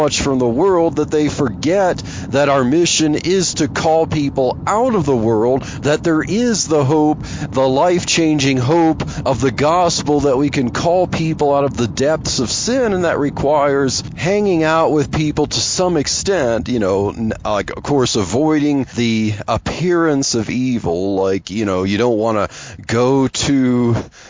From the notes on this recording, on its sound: I chat about Jesus and socialism while driving to work.